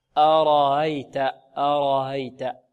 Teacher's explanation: الهمزة الأولى هذه مرققة آ، والراء مفخمة